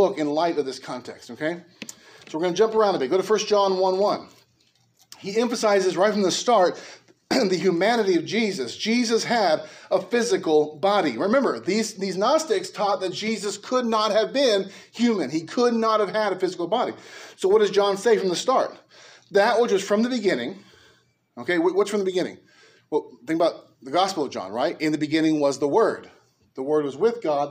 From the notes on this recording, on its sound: A message preached at Liberty Baptist Church in Norwalk, Ca.